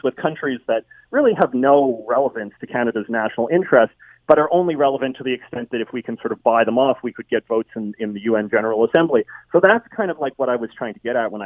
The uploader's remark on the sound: Opens up the phone lines to get your take.